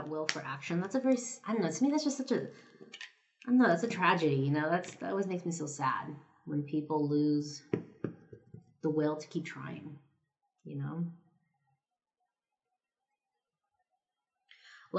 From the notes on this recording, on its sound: This episode was recorded right before I left on holiday, so you can hear me stamping and gluing all of your holiday cards in the background. My Yeti microphone just bit the dust, so the audio might sound a little different from previous episodes. Kindly, bear with me until I can afford a new mic set up.